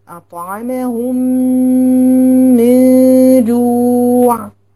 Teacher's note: أضغمهم وأعملهم ميم واحدة مشددة بغنة بمقدار حركتين · Term: إدغام متماثلين